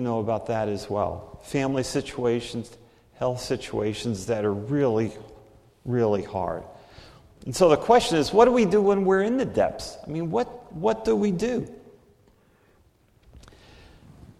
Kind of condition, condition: setting, large echoing room